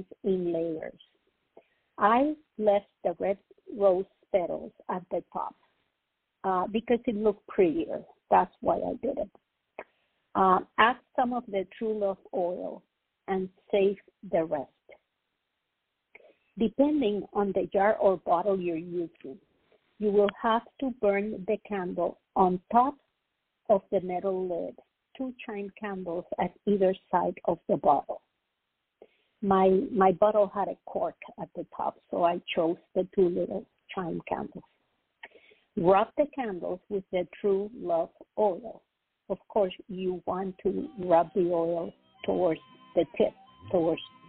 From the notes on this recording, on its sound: The Lucky Mojo Hoodoo Rootwork Hour is a real, live call-in show where the general public gets a chance to ask about actual problems with love, career, and spiritual protection.